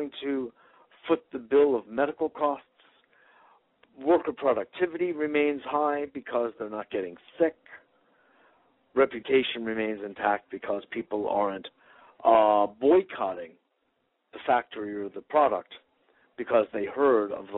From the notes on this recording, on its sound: Today is a chance for listeners to call.